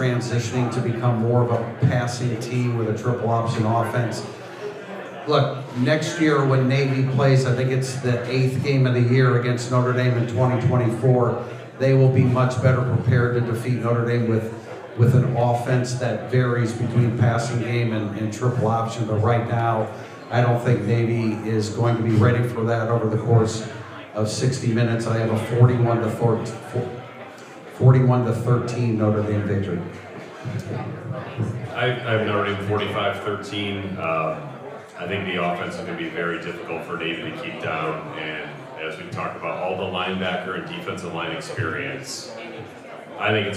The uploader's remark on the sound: Recorded Live at " The Bar ". Takes questions from the fans.